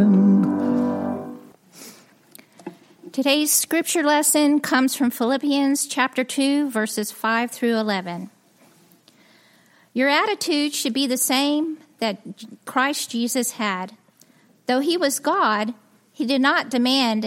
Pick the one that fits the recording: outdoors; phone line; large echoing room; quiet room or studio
large echoing room